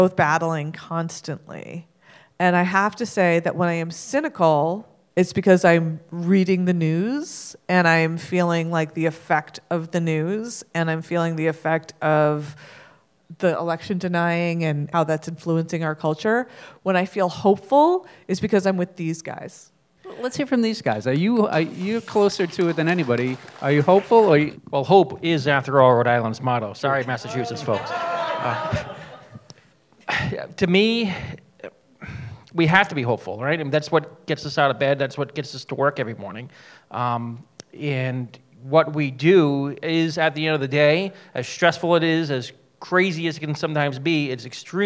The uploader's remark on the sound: Spoke with the film's directors and two election officials at a recent screening at the GlobeDocs Film Festival.